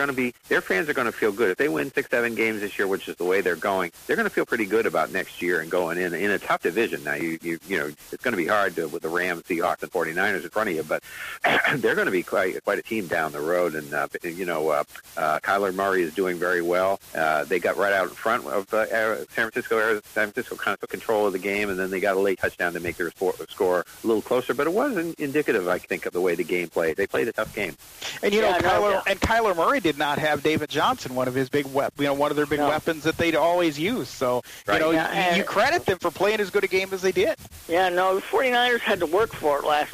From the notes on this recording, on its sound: Take your live calls. Sports Lounge Live.